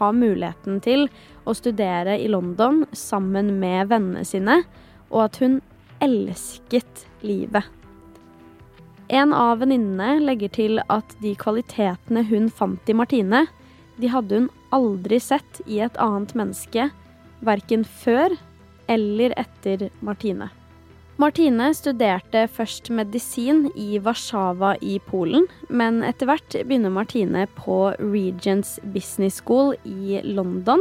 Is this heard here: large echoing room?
no